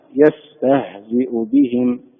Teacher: الهاء حرف ضعيف ولهذا همسوه صار فيه همس لكن لا يبالغ في الهمس